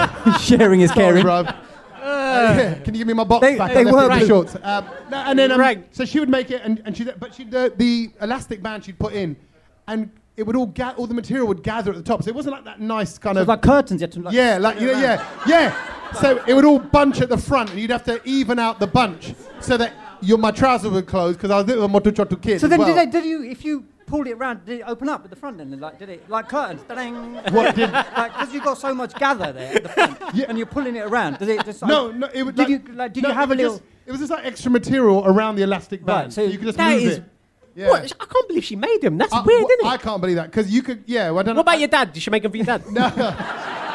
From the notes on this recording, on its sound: London Podcast Festival 2023. This one was recorded infront of a live audience in Kings Cross, London! What a great crowd! We absolutely love doing the podcast with all the noise and rabble from our Brownloaders!